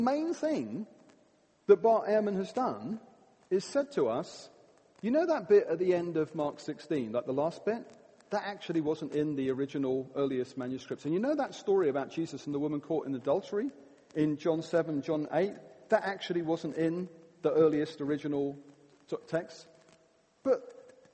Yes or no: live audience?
yes